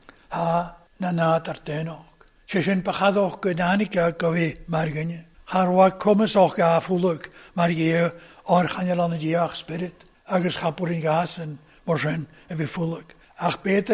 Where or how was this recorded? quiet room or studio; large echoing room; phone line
large echoing room